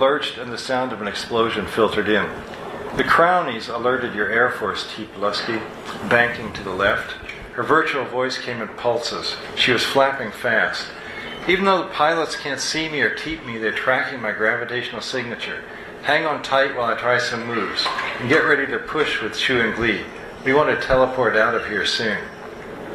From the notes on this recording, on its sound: At Writers With Drinks, SF. On her live show, Writers With Drinks, at the Make-Out Room bar in San Francisco.